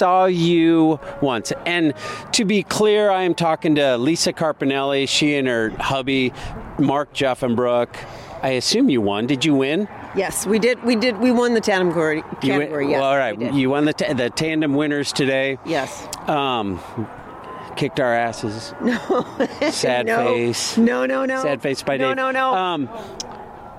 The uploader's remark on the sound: CIRREM (a 16-year-old 64-mile hilly gravel race in the south central Iowa town of Cumming the final Saturday in February). Microphone came out after the race and we talked to people.